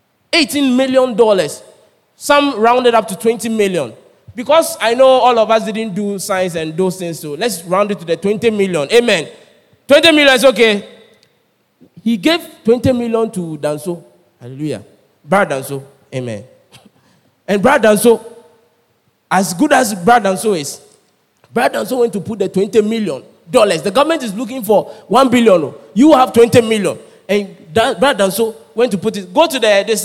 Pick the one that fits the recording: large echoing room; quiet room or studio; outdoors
large echoing room